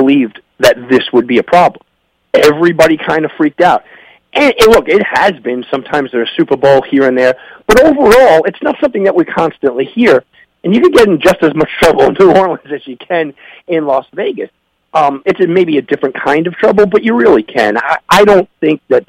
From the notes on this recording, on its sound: Calls in to the show.